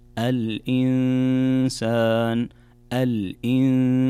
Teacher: نون ساكنة جاء بعدها حرف السين، والسين من حروف الإخفاء، فعندنا كذلك هنا غنة بمقدار حركتين